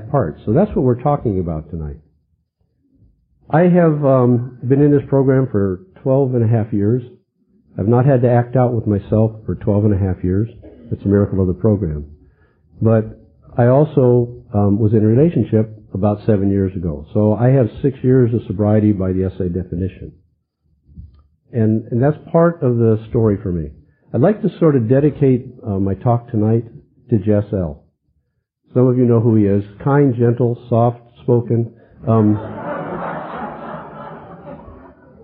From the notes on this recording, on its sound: 2001 Unity Conference - Dinner Speaker.